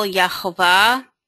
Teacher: The emphasis is on the last syllable, Yehovah.